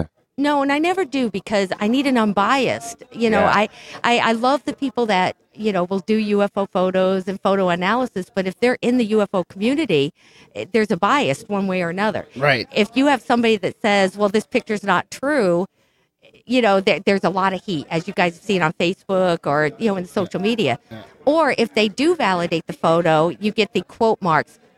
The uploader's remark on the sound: Recorded live at the Paradigm Symposium 2014 Minneapolis Minnesota, Oct 2-5 at The Women’s Club.